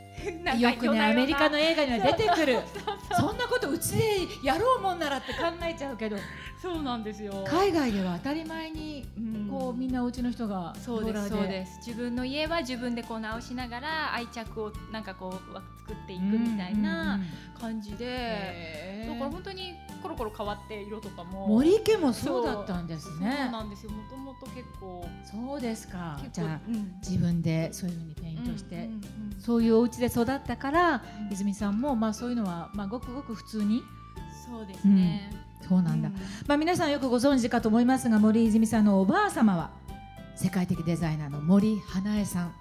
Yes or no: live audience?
yes